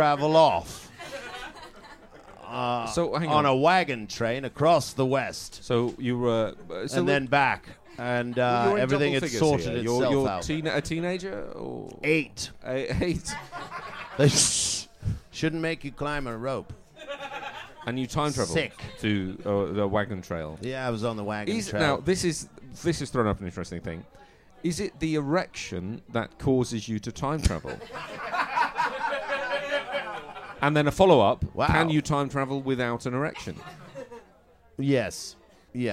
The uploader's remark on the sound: In the second episode to be recorded at the Edinburgh Festival Fringe, we take questions from the floor.